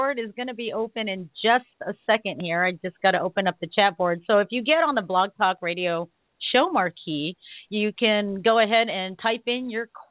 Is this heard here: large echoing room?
no